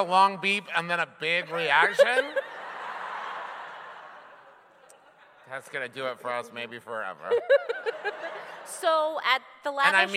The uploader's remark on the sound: We recorded it LIVE in New Orleans!